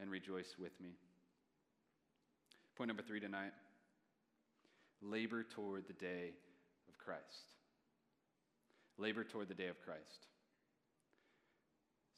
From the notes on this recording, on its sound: Message preached by guest speaker. At a Thursday Night Gathering of Coram Deo College Ministry.